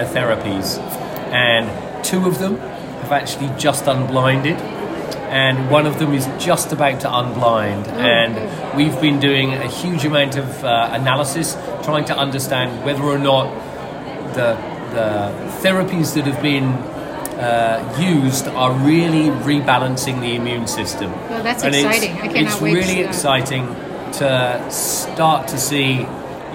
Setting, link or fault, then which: setting, busy venue